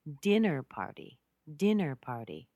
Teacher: I'm stressing dinner more than party. It's a compound noun.